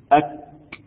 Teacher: 1 أقصى اللسان فوق ويخرج منه القاف أق باستعلاء. 2 أقصى اللسان أسفل مخرج القاف ويخرج منه الكاف أك. يبقى القاف باستعلاء أق والكاف باستفال أك.